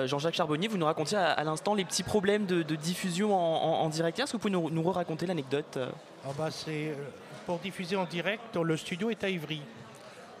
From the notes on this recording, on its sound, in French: la matinale a enregistré une émission spéciale depuis les couloirs de l'UNESCO